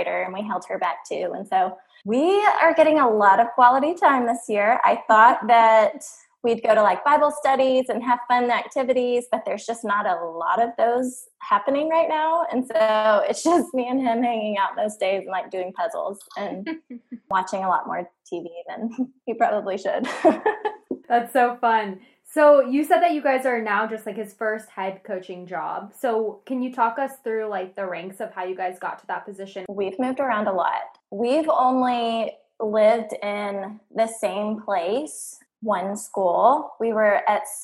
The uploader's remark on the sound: Due to COVID19 and online recording, sound quality is a work in progress.